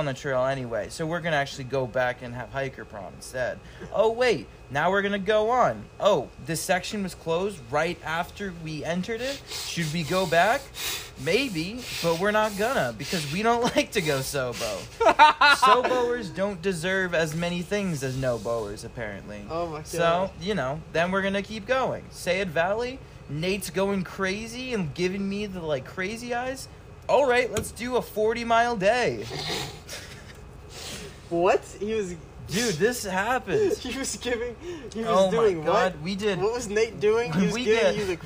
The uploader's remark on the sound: talk at mile 1717 of the Pacific Crest Trail